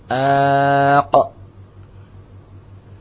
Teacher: Dalam mengkolkolahkan huruf ya, yang kuat menurut jumhur ahli kiroah yaitu ya, dengan memantulkan berbunyi a ya bukan berbunyi u atau berbunyi i ya. Nah, karena itu kita ucapkan aqo. · Term: qalqalah